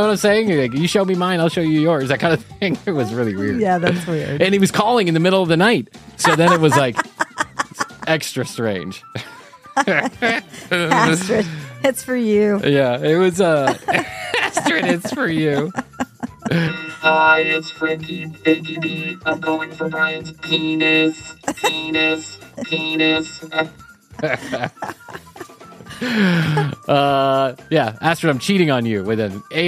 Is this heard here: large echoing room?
no